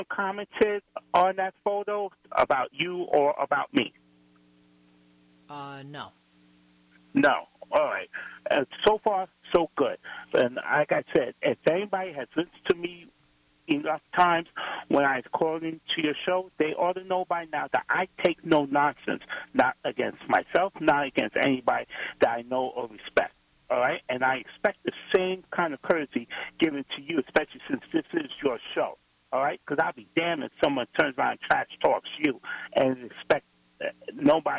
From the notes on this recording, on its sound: joined by callers